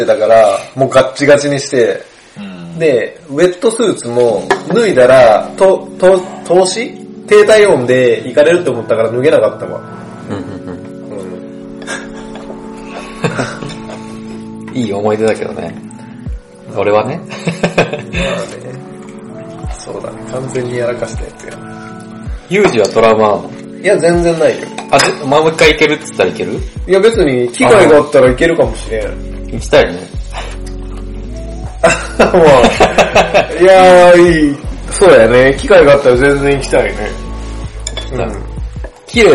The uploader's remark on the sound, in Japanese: 音質注意 今回雑音多めです